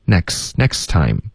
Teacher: In the next 的这个 t 的音要省略，OK， next 就可以了， nexttime， time 跟 you 要连读， timeyou，所以有点喵喵的这个意思了。Next time, mew,OK。后面呢,cater, 特的音组合成一个的,cater。然后